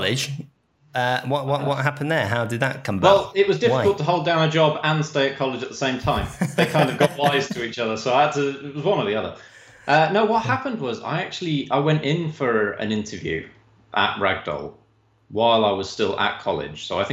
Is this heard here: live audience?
no